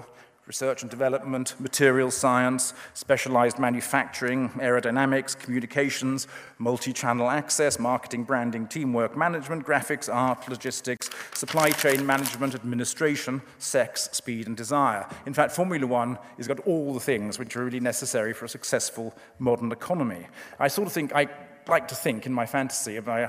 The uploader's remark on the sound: The inaugural If Conference, from debate forum Intelligence Squared, took place on November 25-26th November in London.